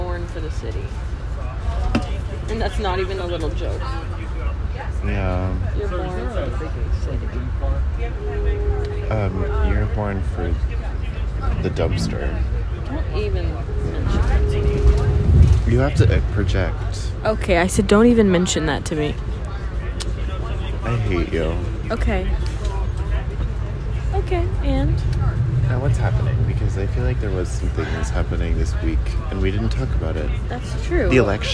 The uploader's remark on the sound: We figured we would just record on the train because...